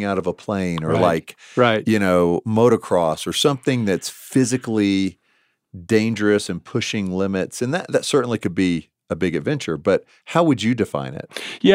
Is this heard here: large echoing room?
no